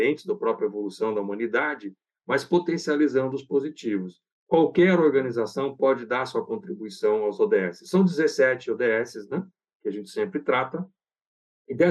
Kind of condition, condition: link, video call